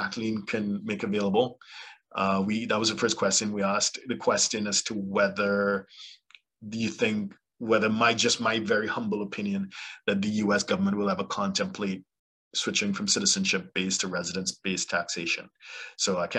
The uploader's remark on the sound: LIVESTREAM. Zoom link will be provided 24 hours in advance via an eventbrite message. For those joining us on Zoom.